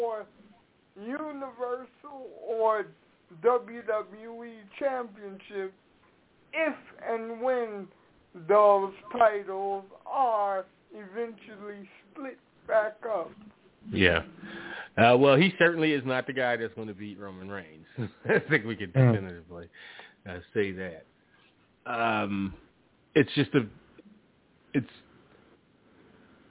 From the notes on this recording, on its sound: Live calls. Leave a voicemail to be played on-air.